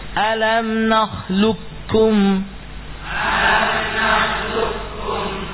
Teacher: Qafnya hilang sama sekali. Tidak ada sifat ataupun lebih lagi zatnya. Ya, hilang. Langsung berubah atau masuk ke dalam huruf kaf. · Term: idgham